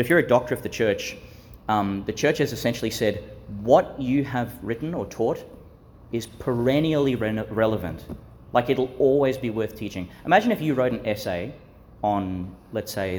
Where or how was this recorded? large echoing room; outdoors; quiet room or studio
large echoing room